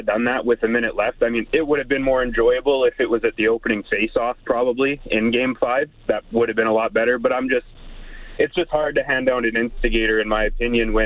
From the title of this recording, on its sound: take your calls